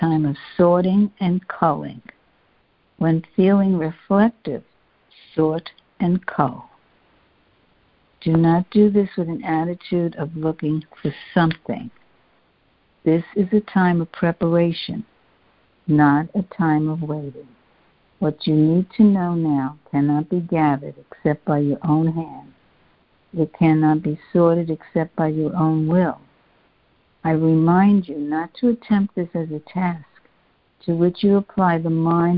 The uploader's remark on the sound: A Course in Miracles [ACIM] Students are joining together on a Free Conference Call.